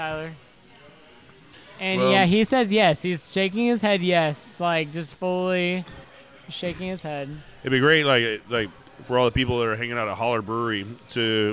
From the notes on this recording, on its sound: This week we stop by Urban South HTX.